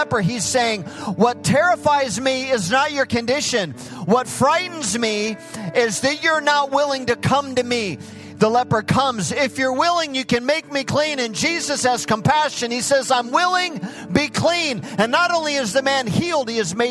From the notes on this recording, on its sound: Recorded live at Hope Church in Springfield, Mo.